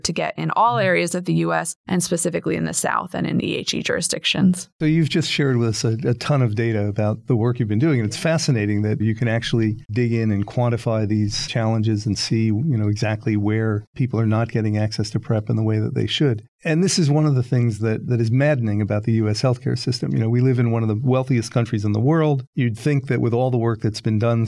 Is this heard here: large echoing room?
no